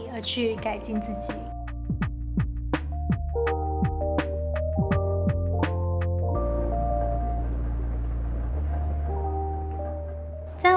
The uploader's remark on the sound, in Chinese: 本集換了個場所錄音，比較多雜音，敬請各位聽眾見諒